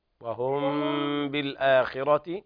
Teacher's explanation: الميم تخفى حركتين مع الغنة